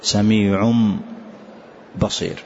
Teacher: نقلب هذا التنوين إلى ميم كاملة · Term: الإقلاب